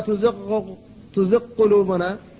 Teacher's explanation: فالغين ساكنة وبعدها القاف محركة وهما متقاربان لكن لا ادغام بينهما، لا يجوز أن تقول لا تزغ قلوبنا، تزغ قلوبنا لا تجوز، قل لا تزغ قلوبنا.